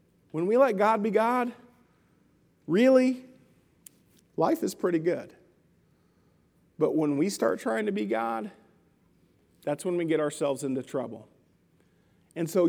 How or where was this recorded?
large echoing room